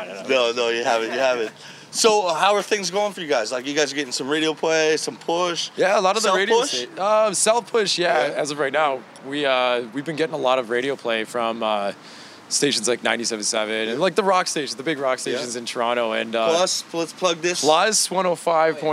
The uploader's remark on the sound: Live from HitsFest in Uxbridge